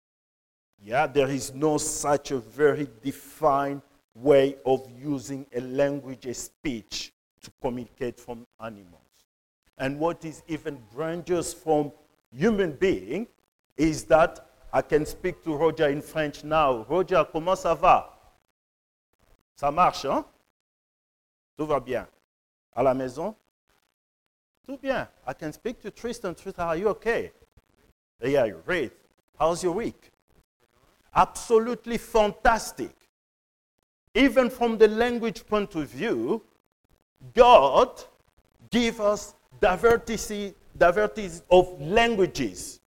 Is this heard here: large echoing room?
yes